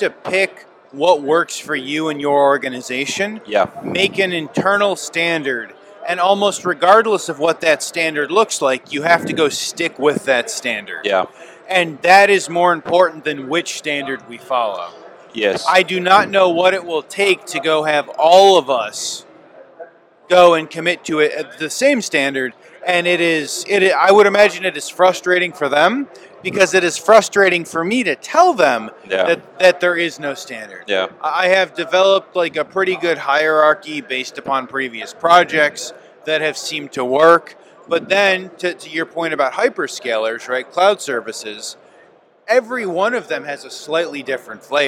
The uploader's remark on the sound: Live From Hannover Messe 2023